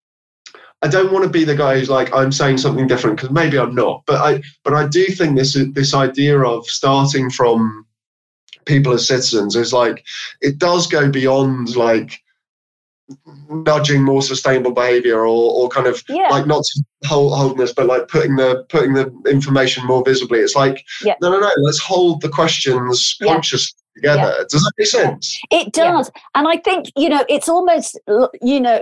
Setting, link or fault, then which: link, video call